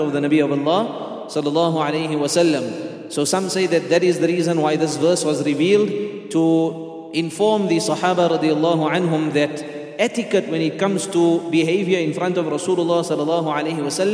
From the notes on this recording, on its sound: at the Houghton Masjid (West Street)